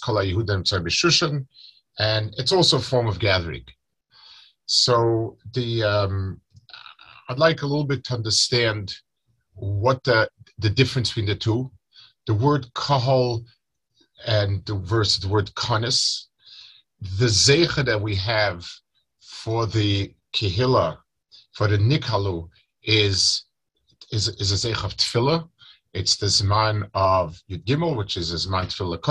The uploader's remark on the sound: Delivered over Zoom to Chullin Chaburah.